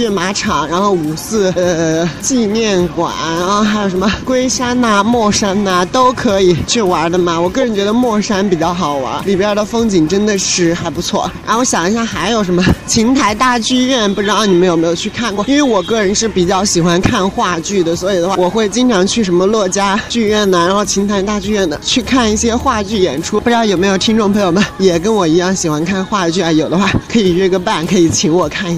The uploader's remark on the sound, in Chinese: 录制在城市的车水马龙让你近距离感受武汉的气息。